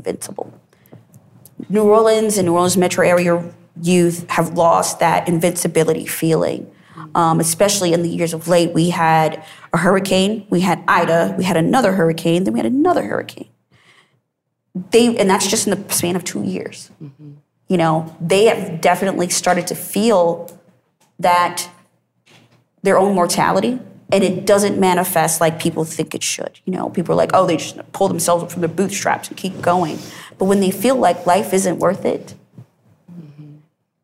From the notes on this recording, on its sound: I moderated a panel session at the Association of Energy Services Professionals (AESP) Annual Conference in New Orleans earlier in 2023, and recorded it in front of a live audience.